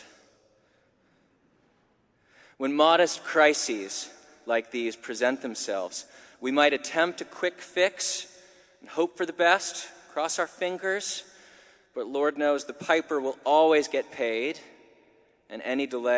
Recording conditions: live audience